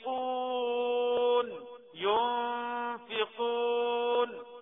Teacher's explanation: أطراف الثنايا العليا من الأسنان مع باطن الشفة السفلى تبتوبي ريدي، تكون مستعد ان انت هتنطق حرف الفاء مباشرة بعد النون، فتبقى ايه؟ · Term: الإخفاء